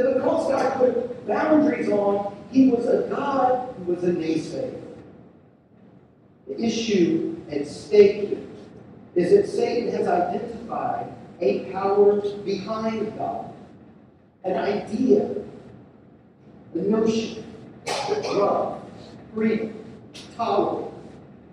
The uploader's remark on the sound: We're sorry for the poor sound quality.